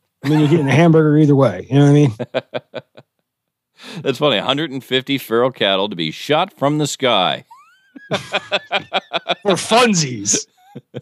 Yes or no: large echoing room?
no